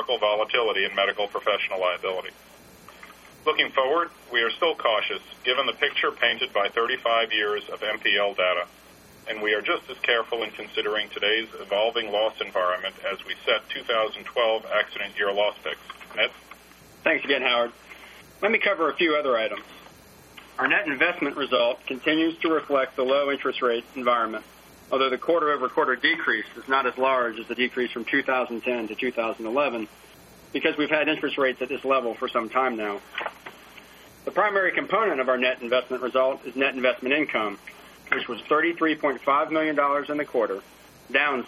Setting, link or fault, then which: link, phone line